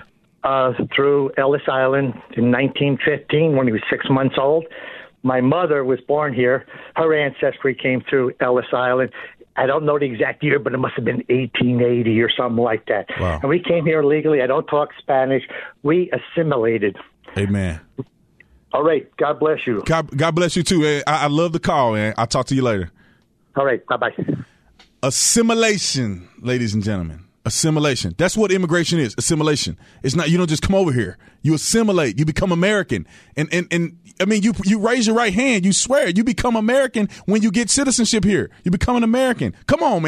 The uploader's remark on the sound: Joins us in-studio to discuss his campaign and being a Republican candidate in 2020. Calls from the audience.